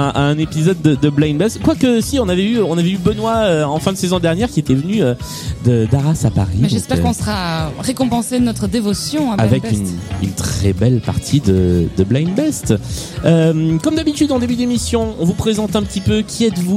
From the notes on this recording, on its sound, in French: Tout droit venus de Bruxelles, pour une partie enregistrée à Lille, au food court Grand Scène !